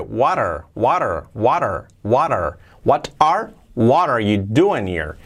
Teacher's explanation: uniendo las palabras what are, fijaos esa T, la hacemos como resuave.